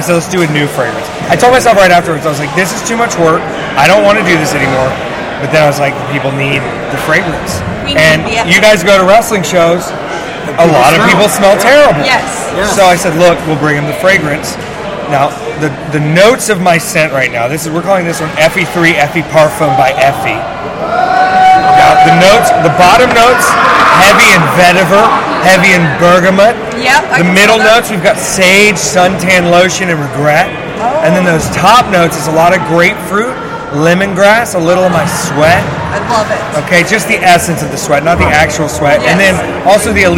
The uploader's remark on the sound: Pardon the ring noise, the effects of having a live mic after a show!